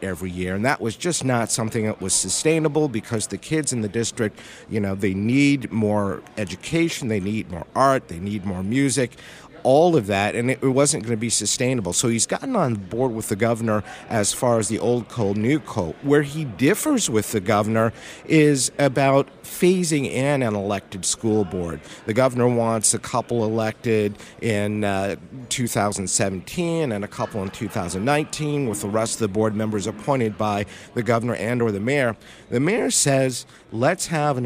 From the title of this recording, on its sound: Live From Mackinac